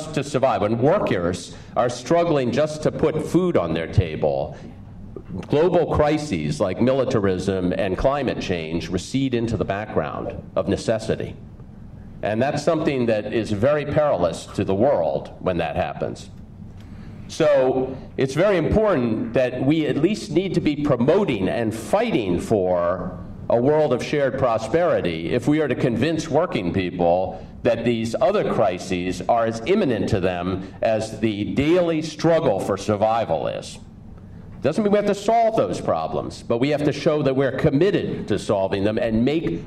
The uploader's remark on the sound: Spoke at the Building Sustainable Security Conference November 21st. Audio recording by Werner Grundl.